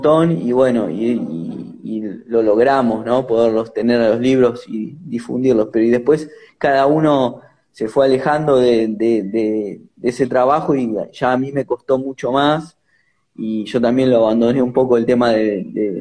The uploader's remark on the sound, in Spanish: Audio de la charla en vivo por Instagram